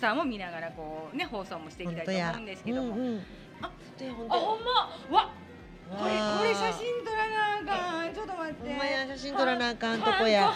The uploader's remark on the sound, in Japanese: 炭火焼肉・ステーキ萬華。お肉の解体ショーを目の前で見ながらA5ランクの最高級焼き肉をいただきましての収録です。